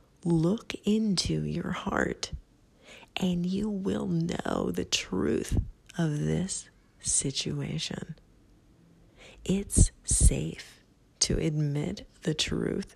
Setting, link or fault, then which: fault, sounds in the background